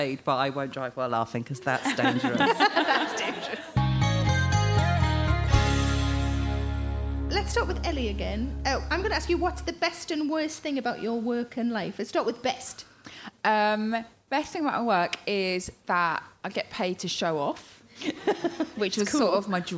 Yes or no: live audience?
yes